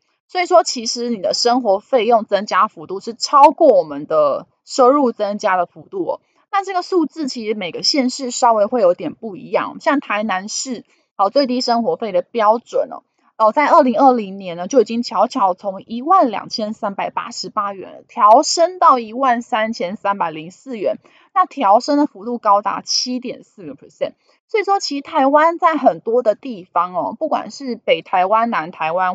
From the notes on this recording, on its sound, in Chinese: 本集有些許雜音，已亟力避免，如有察覺請多多包涵